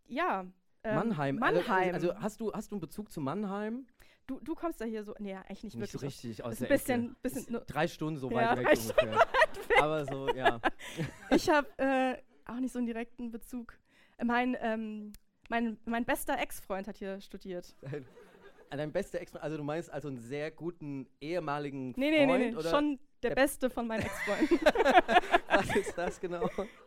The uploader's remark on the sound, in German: Live-Premiere bei tmt! Danke an das fantastische Mannheimer Publikum.